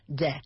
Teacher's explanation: where I come from, we don't pronounce the T-H very well. It's more de. But I want you guys learning English correctly, and it's pronounced the.